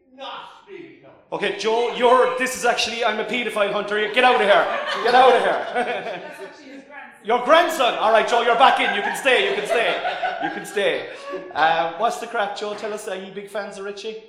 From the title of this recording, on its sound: Live at The Cork Podcast Festival